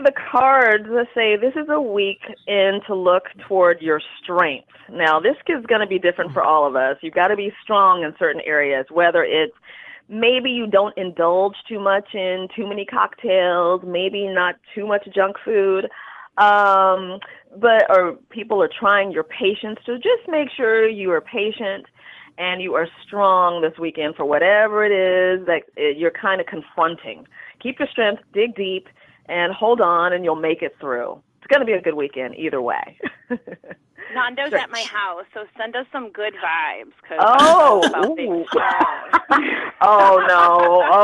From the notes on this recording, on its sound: They will also have the phone lines open to callers who want to strike up a spark.